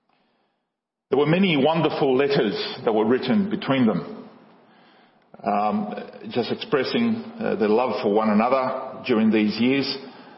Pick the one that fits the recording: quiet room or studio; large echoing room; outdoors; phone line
large echoing room